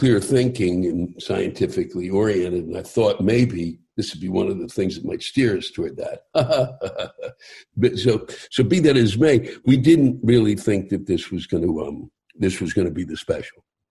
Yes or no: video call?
yes